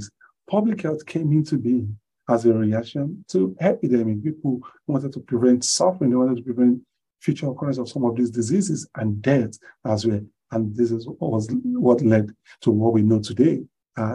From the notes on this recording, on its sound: Zoom Meeting